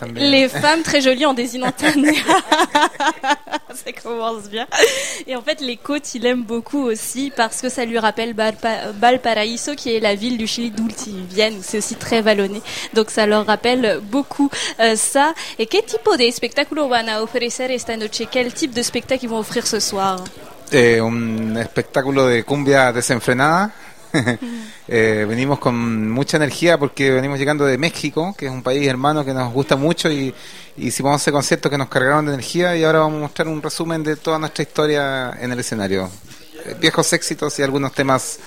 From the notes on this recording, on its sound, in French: Lors de leur passage au Festival d'été de Québec, sur les ondes de CKRL 89,1 en direct du bar Le Sacrilège.